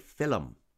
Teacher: So LM becomes a syllable, film.